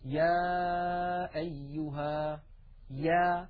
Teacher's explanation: الياء أيضا من وسط اللسان، وأن المخرج غير منقفل، وأن أقصى اللسان قد انسفل وانخفض إلى أسفل منطقة أقصى اللسان.